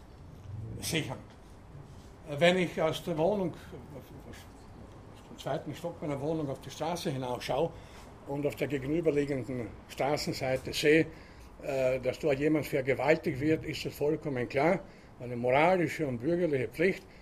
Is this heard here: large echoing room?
yes